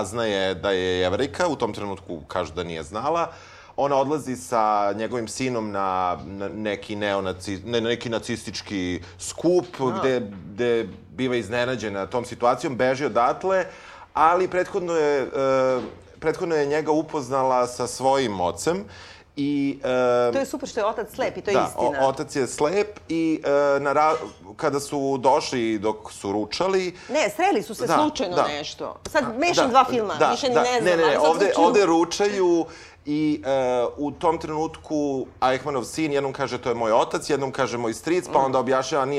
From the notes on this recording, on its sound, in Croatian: Snimanje pred publikom i razgovori nakon snimanja.